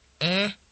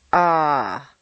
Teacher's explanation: Next, we practice flowing from one position to the other so that you can feel exactly when it changes from a nasal sound to a deep, rich schwa